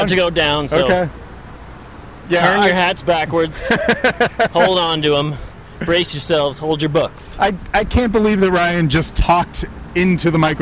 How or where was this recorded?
outdoors